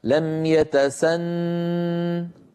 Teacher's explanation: لم يتسنه، انظروا إليها في الآية الأخيرة التي قرأنا، هذه الهاء في آخرها هذه اسمها هاء السكت، تلحقها العرب في بعض الكلمات لبيان حركة الحرف الموقوف عليه. لم يتسنه، لولا الهاء لوقفت عليها، لم يتسن بنون مشددة مغنونة، لم يتسن لولا الهاء، لكن بوجود الهاء لم يتسنه.